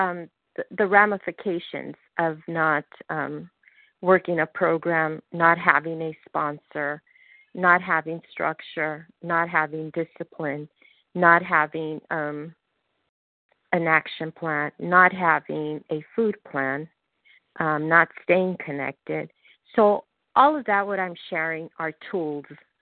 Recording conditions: phone line